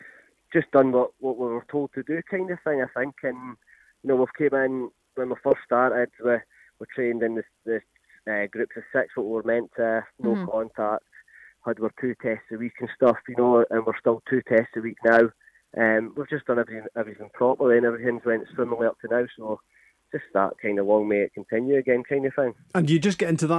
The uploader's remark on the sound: Joins us on the phone in another packed show.